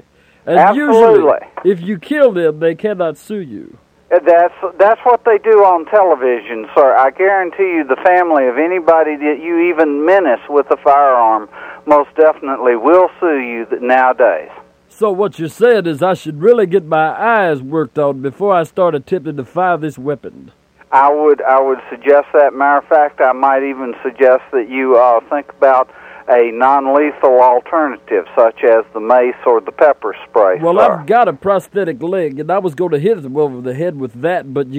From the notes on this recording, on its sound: Prank Phone Calls